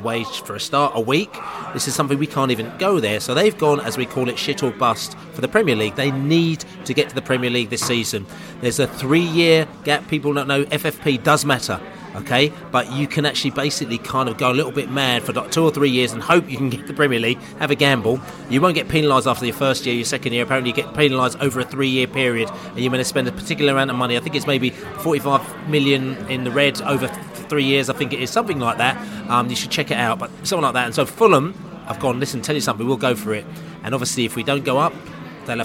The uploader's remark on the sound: podcast from the Pub